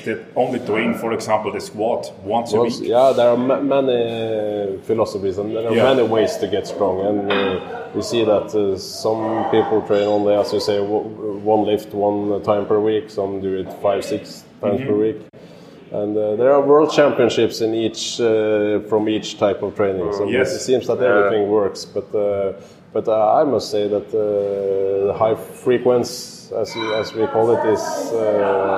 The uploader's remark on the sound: At this year's bench Europeans in Luxembourg